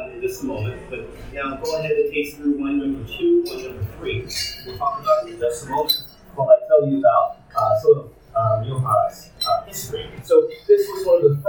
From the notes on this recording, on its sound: The event took place at Soulmate in Los Angeles and was sponsored by the Food and Wines of Spain. The audio was a bit difficult to manipulate to equal in volume throughout, so I do apologize for that.